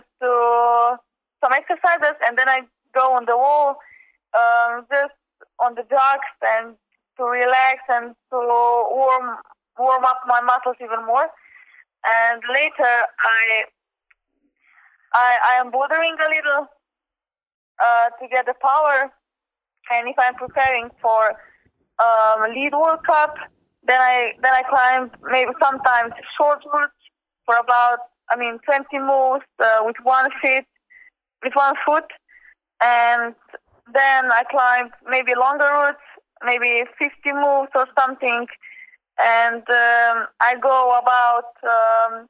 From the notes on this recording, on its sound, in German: Alle Antworten in einem Telefoninterview, welches direkt vor den Weltmeisterschaften 2016 in Paris aufgezeichnet wurde!